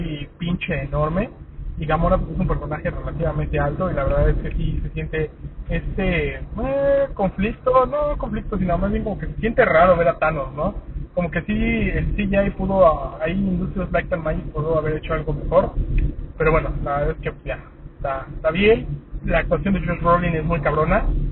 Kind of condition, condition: fault, poor sound quality